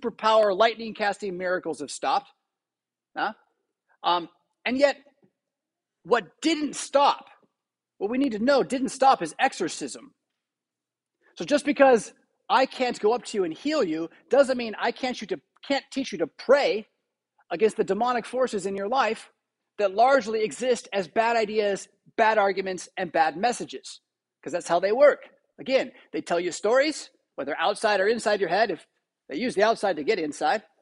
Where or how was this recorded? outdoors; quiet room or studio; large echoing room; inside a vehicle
large echoing room